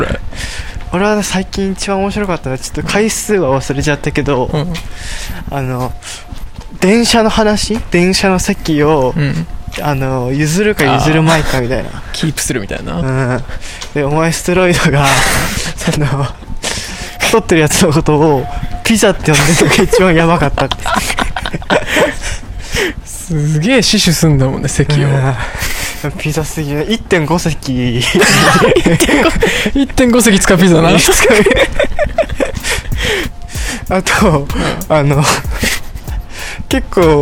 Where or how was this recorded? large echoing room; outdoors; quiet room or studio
outdoors